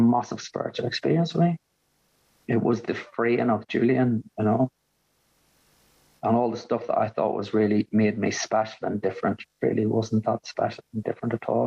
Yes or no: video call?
yes